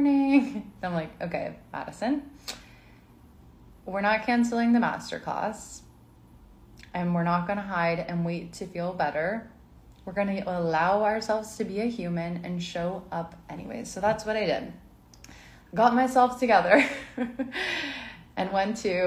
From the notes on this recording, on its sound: This is a replay from an IG live